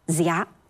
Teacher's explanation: 它不仅是韵母跟今天不一样，连声母也不一样了。它的声母不是西，而是 z。